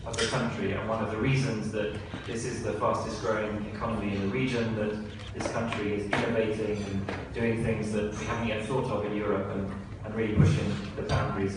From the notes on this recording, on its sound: at the launch of the ABMA Education Learning Environment in Nairobi, Kenya